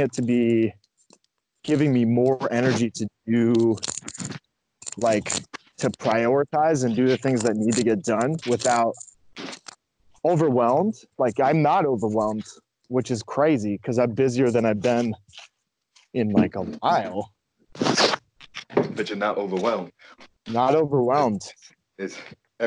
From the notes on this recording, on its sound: Sorry for the recording background noise.